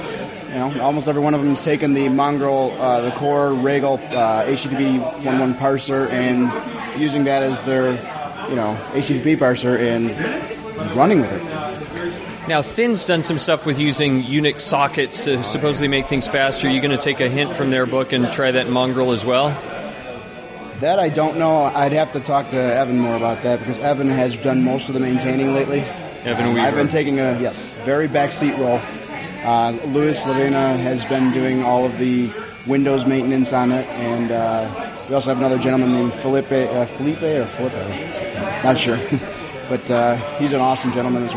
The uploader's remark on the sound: From the RubyFringe conference in Toronto.